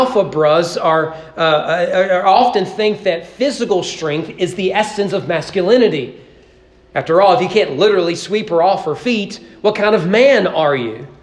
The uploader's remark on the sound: Sermon preached on June 18, 2023 during morning worship at East Frankfort Baptist Church as part of our Father's Day celebration.